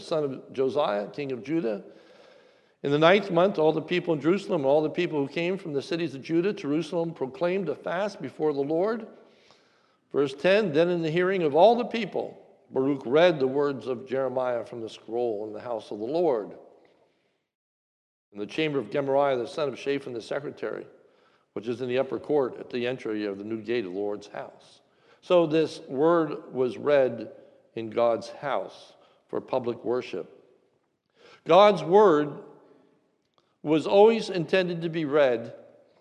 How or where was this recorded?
large echoing room